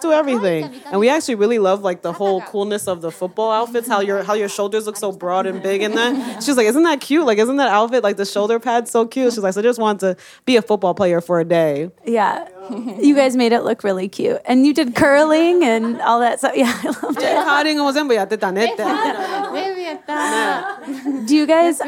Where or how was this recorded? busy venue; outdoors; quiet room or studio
busy venue